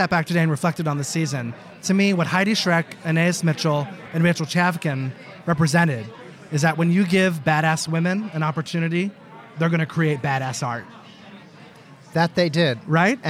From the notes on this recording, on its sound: live from the O&M “After After Party” at The Carlyle Hotel